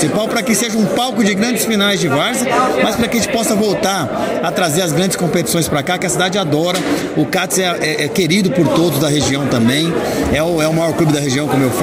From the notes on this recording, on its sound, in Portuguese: Vereador falou com a Rádio ESPORTESNET. Entrevista foi gravada no dia 16 de fevereiro de 2023 durante o Congresso Técnico da 1ª Divisão de Taboão da Serra.